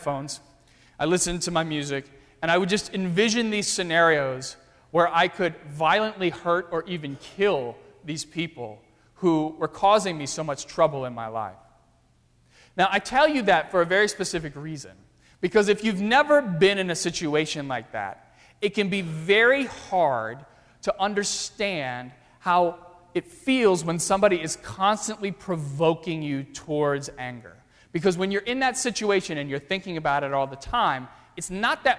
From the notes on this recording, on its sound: during the 9:30 AM service on Sunday January 22, 2017, at First Presbyterian Church of Arlington Heights, Illinois.